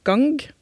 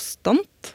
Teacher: Det vil si at den siste lyden i ordet blir herda den blir altså hardere. Den går fra stemt til ustemt. · Shown in: second take · Term: utlydsherding